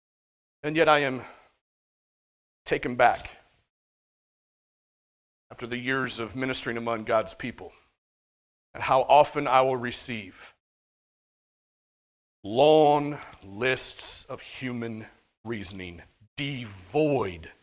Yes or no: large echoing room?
yes